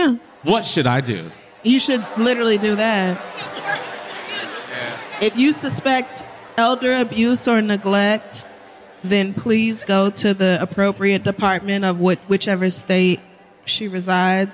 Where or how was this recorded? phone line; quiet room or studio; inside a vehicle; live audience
live audience